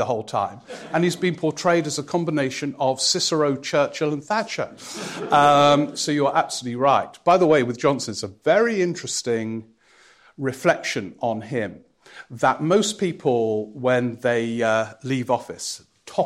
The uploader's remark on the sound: Live at the Edinburgh Festival